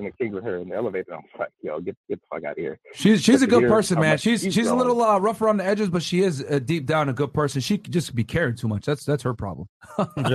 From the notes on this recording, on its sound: Call In Show